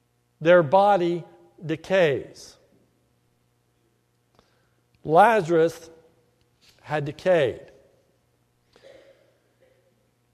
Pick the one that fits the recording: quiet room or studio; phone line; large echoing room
large echoing room